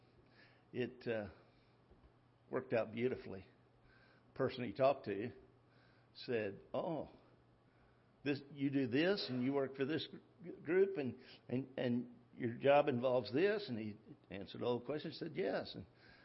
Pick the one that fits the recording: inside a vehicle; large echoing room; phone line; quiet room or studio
large echoing room